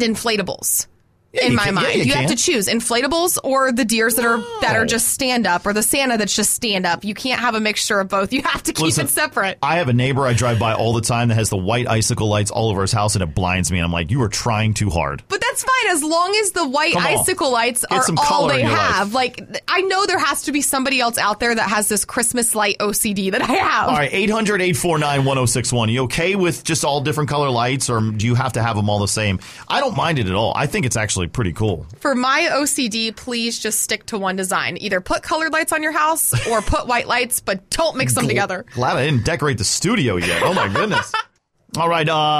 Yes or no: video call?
no